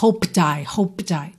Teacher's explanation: O D vai ser aquela consoante oclusiva que no caso aqui eu já vou usar para ligar no I. O P de hoped, ele vai ficar muito sutil aqui. Tá? Vai ficar quase um B, eu só junto os lábios mesmo. The one I hoped I, não precisa pular, hoped I, tá?